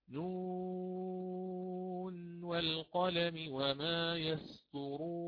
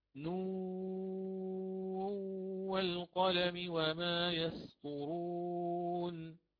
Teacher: هذا وجه الإظهار، أظهرت النون الساكنة من هجاء الحرف نون · Shown in: first take